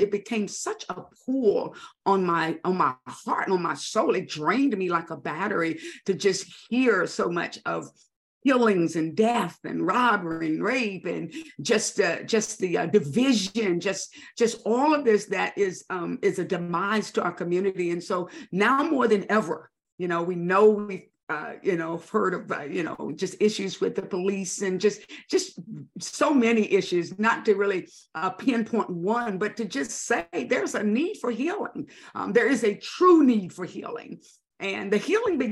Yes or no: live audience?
no